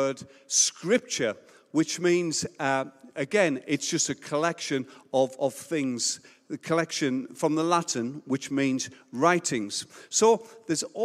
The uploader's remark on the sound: Recorded Live at Life Church Lancashire.